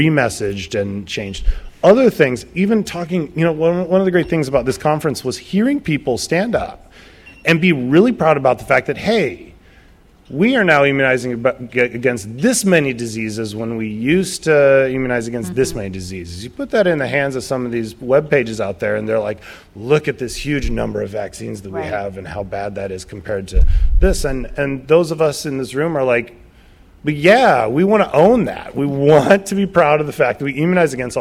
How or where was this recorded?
live audience